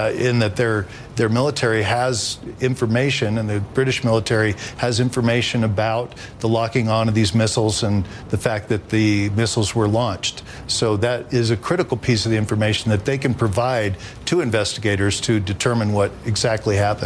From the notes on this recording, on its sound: live from the New York Stock Exchange